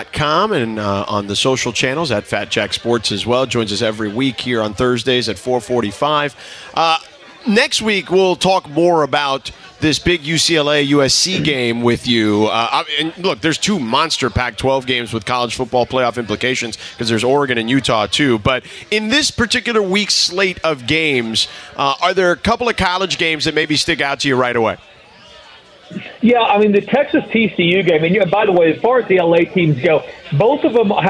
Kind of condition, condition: setting, busy venue